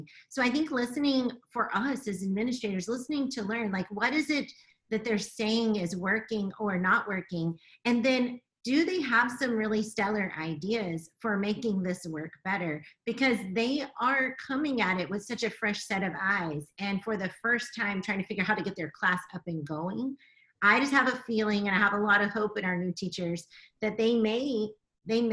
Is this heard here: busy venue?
no